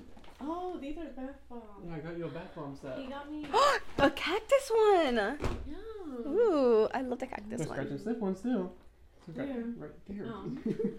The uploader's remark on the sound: I would like to give an audio warning on this episode cause we get pretty loud